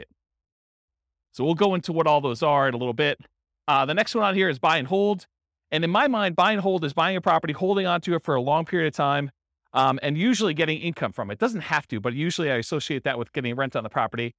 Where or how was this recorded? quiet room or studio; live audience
live audience